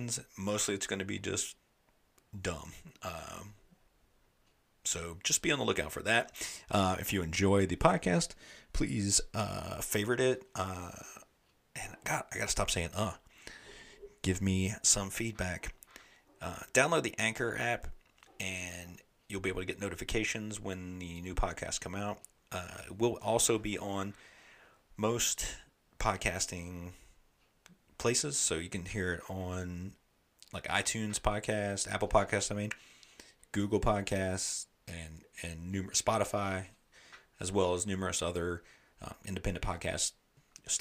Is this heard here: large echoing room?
no